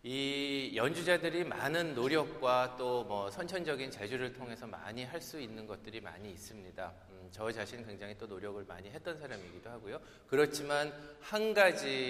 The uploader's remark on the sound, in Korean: 토요콘서트 실황